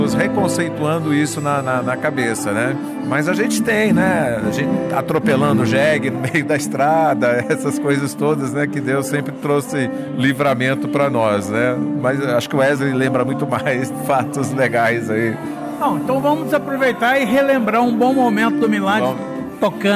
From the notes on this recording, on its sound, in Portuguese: O bate-papo aconteceu durante o Festival Prosa e Canto em Anápolis, Goiás.